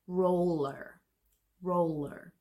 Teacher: you've got your R, then you have to bring your tongue forward for the L, and then you have to go back to the R again.